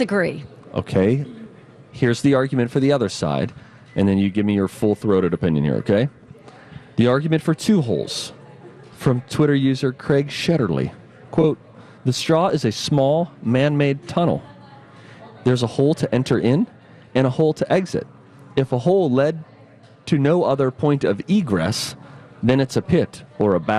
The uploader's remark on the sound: Live from The AC Hotel!